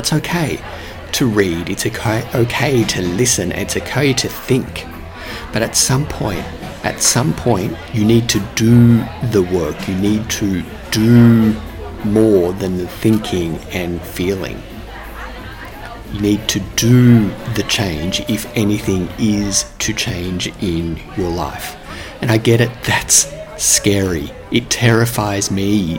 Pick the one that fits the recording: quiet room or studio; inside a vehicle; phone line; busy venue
busy venue